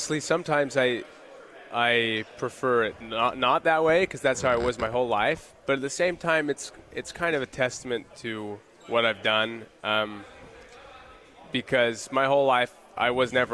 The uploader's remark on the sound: LIVE from Pac-12 Media Day in Los Angeles, CA